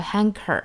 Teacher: 美音的话呢，中间要卷舌